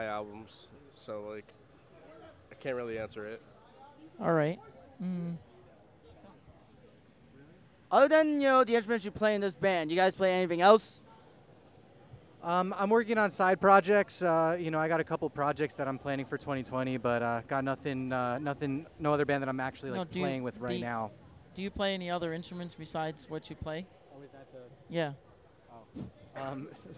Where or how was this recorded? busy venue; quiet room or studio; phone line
busy venue